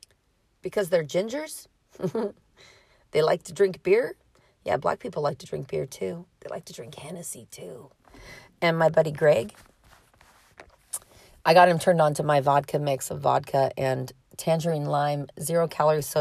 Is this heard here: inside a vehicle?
yes